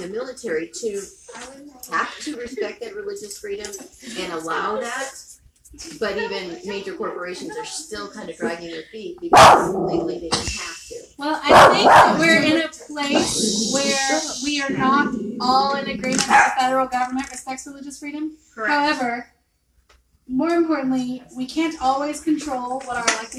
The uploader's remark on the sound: Live from our Halloween Party